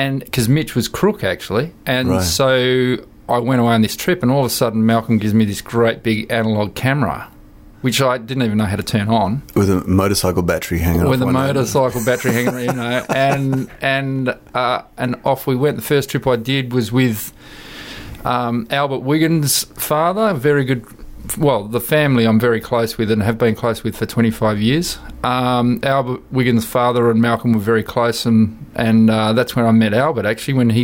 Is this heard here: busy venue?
no